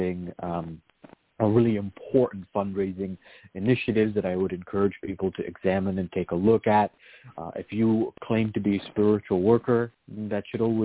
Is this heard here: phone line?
yes